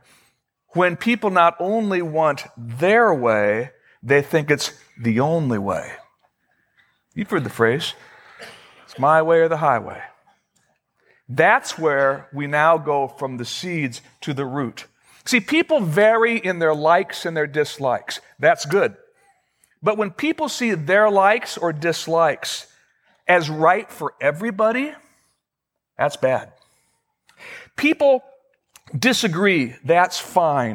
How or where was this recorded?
large echoing room